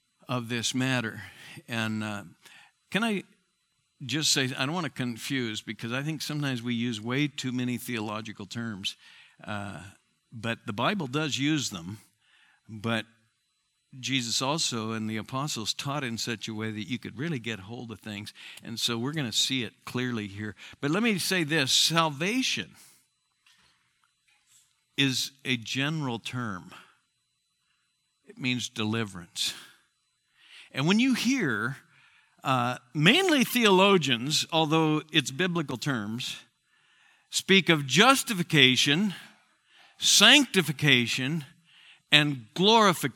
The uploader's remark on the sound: Southwest Bible Church in Beaverton Oregon